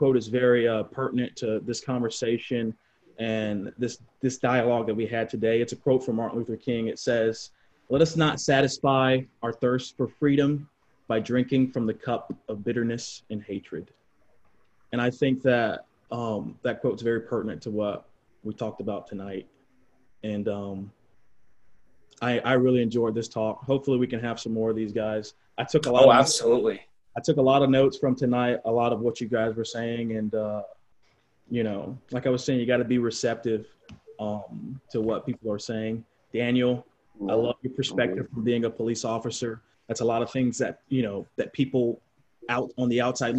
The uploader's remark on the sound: As a part of the Round Table Series, the crew takes things to a new level in a setting which everyone is able to collaborate across Zoom.